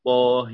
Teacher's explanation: بالنسبة لطاه، الطاء يعني ورش، لا ليس له فيها شيء، يعني يفتح، لكنه يميل الهاء. طاه إمالة كبرى، وهذه هي الإمالة الكبرى الوحيدة لورش